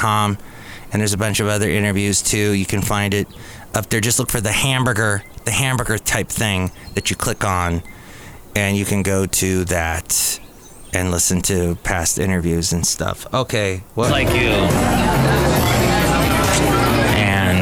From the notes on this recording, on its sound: podcasts live from Cafe Anyway